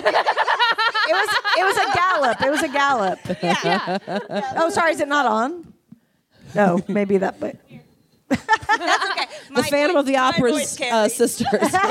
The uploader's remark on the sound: Live From SF Sketchfest 2023